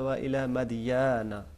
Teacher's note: مثلا مثال کے طور پہ آیت نمبر 85 میں دیکھیے، وہ آیت نمبر 85 کے شروع میں وَإِلَى مَدْيَنَ، مَدْيَنَ ہے انہوں نے پڑھا وَإِلَى مَدْيَنَ، یا کے اوپر زبر ہے، الف نہیں ہے وہاں پہ، اس کو لمبا کر کے پڑھا ہے انہوں نے · Term: لانگ ساؤنڈ